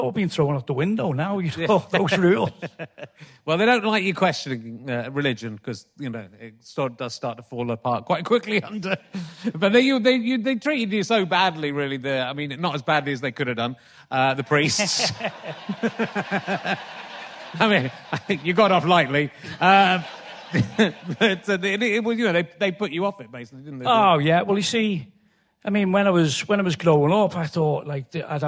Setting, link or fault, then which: setting, live audience